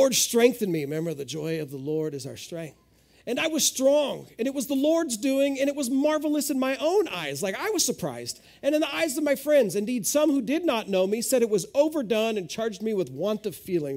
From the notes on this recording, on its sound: This is audio ripped from the Live Service video.